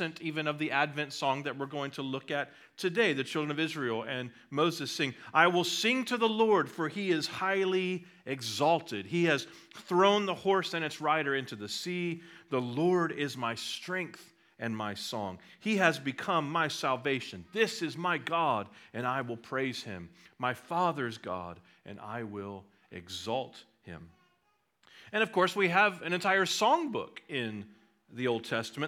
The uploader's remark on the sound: at Liberty Baptist Church in Liberty, Missouri